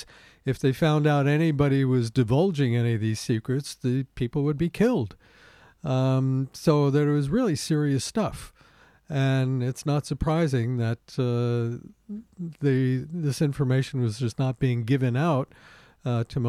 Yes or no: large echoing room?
no